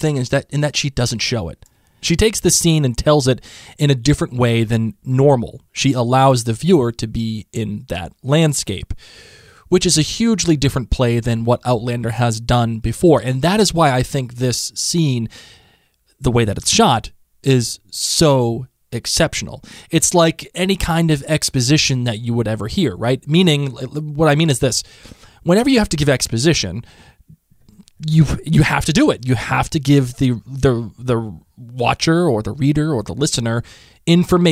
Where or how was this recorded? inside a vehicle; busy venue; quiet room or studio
quiet room or studio